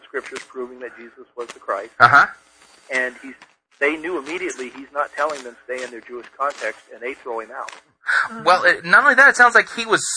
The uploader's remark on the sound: On the phone while he was in a severe thunder storm. The sound quality is not so good.